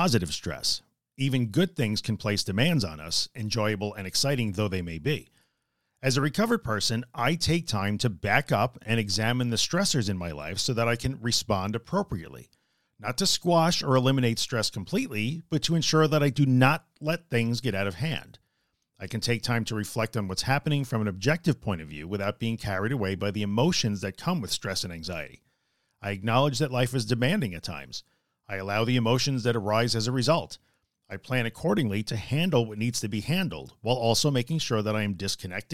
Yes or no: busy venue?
no